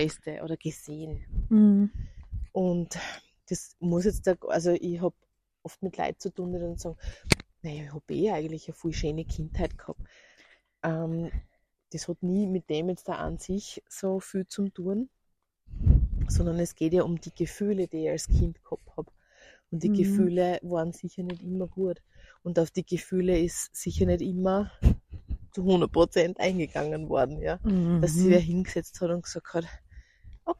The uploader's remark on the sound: Late Night Walk & Talk